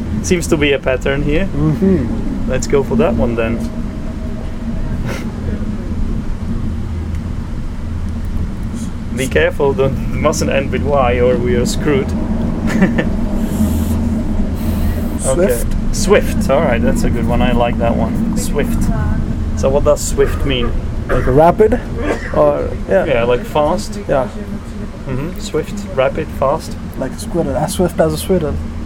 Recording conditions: inside a vehicle